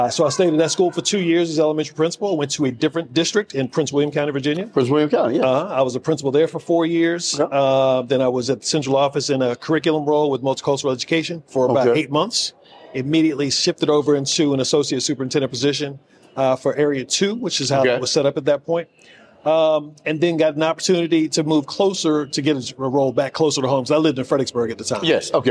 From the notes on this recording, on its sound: broadcasting live from the prestigious National Alliance of Black School Educators (NABSE) Conference.